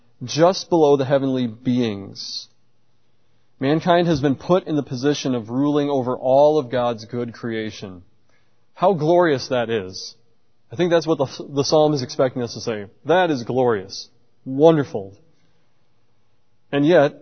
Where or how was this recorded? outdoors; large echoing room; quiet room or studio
large echoing room